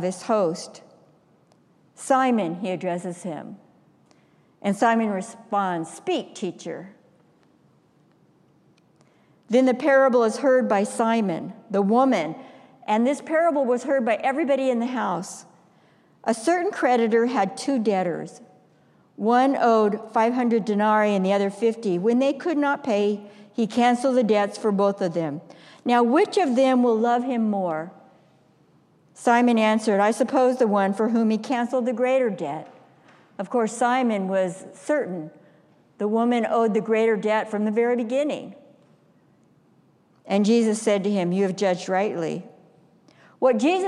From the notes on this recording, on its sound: Stewardship Sunday message delivered during the Traditional Worship service.